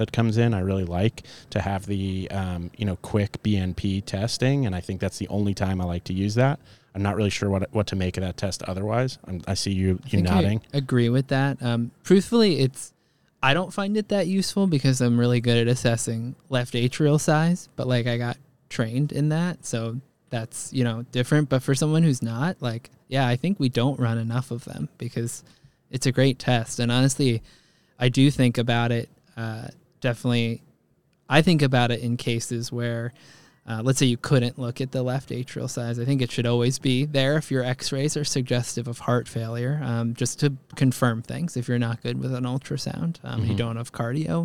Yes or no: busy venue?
yes